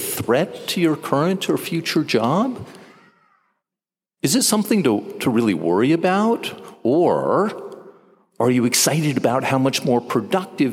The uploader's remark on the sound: delivered the graduate commencement ceremony address